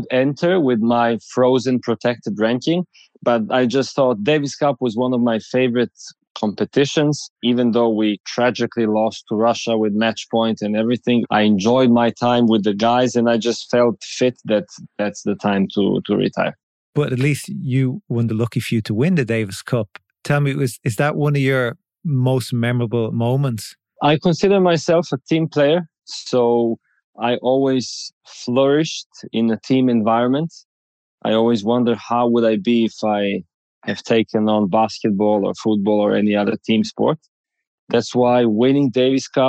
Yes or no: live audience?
no